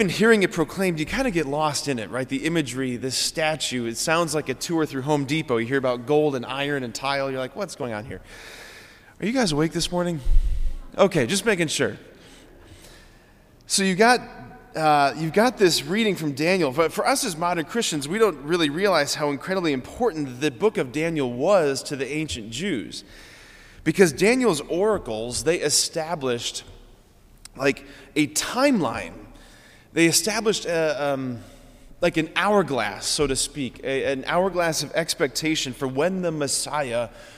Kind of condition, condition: setting, large echoing room